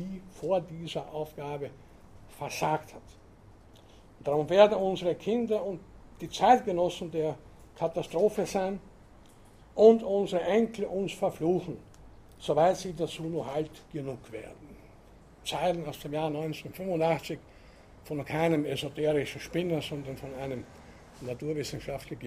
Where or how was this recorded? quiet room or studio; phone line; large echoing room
large echoing room